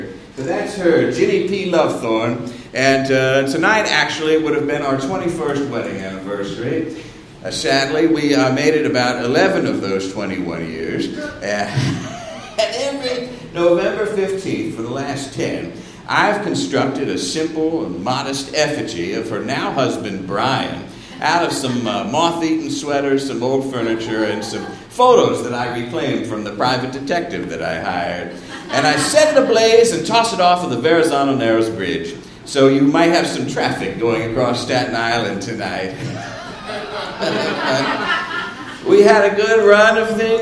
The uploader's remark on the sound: Live from SOLOCOM